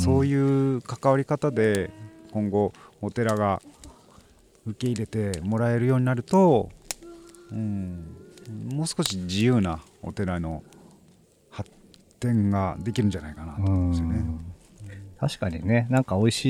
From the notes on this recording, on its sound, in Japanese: 焚火ラジオ初のリアルな焚き火の前での収録。冬の焚き火は心地よい。